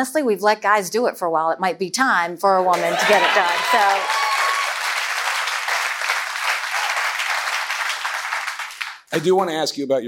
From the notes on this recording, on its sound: a live CNN Republican Presidential Town Hall